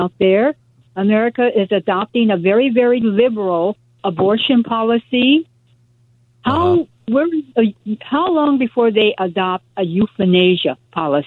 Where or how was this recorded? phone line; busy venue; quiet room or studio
phone line